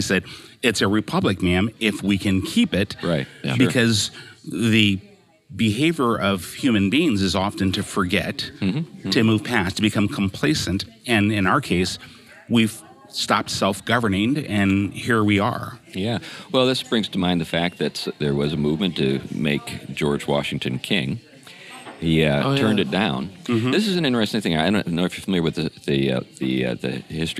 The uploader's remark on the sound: They're at one of their favorite places, Old Town Burger in Battle Ground, Washington!